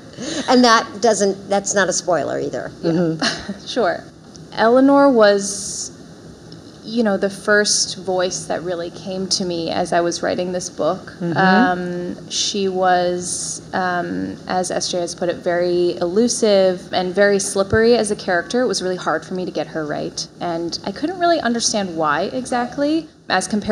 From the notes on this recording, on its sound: join us live at Barnes & Noble Union Square